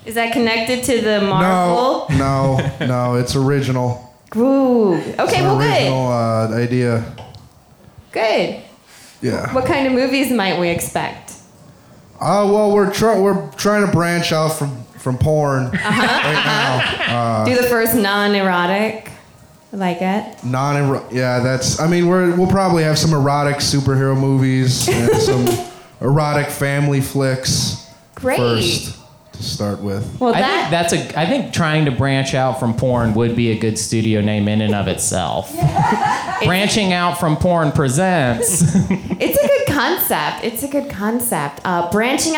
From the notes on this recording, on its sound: Recorded live at Kelly's Olympian!